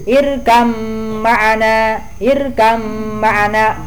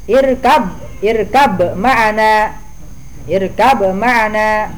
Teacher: ba dimasukkan ke mim · Shown in: first take · Kalau mau diidharkan, irkab, irkab ma'ana, irkab ma'ana. · Term: idgham al-mutajanisan